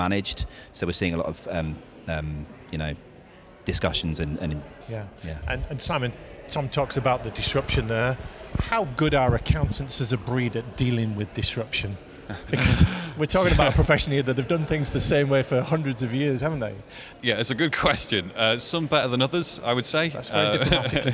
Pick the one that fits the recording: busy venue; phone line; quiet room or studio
busy venue